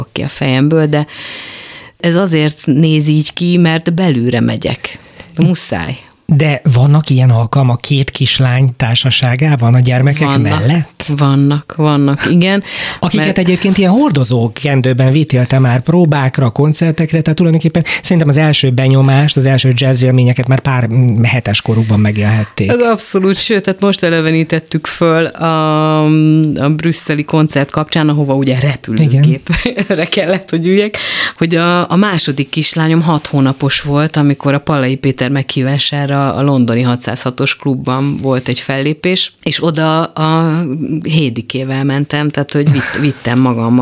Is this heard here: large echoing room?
no